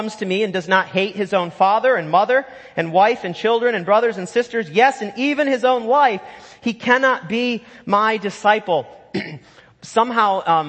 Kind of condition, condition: setting, large echoing room